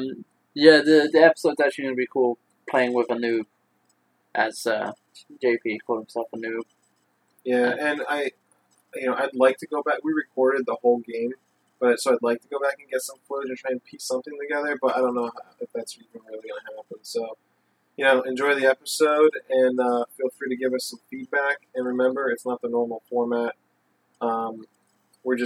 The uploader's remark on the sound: The audio quality isn't as good in this episode due to using a single mic on site after playing multiple games.